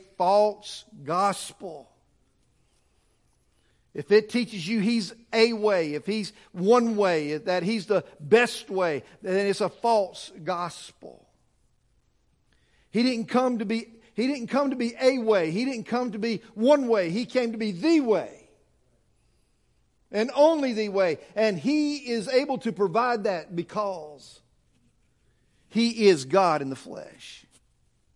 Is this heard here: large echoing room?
yes